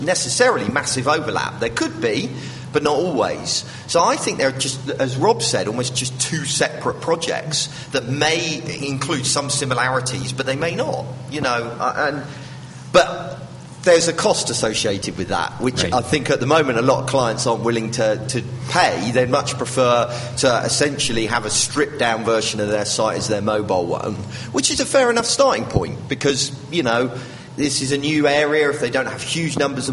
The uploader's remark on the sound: we recorded a live special from SXSW in Austin Texas